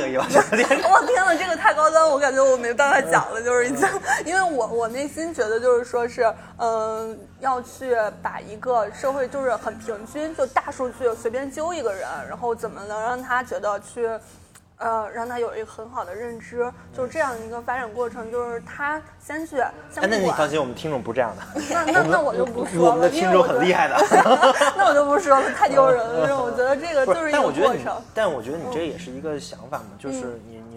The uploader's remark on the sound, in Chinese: 是我和两个朋友一起在咖啡馆聊天的部分录音剪辑